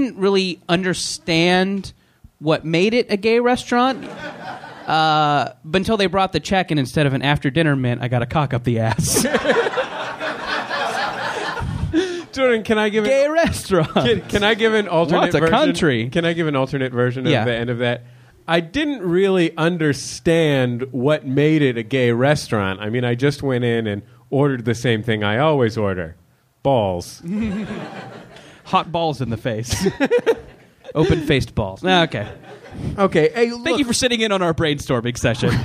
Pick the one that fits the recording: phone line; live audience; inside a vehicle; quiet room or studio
live audience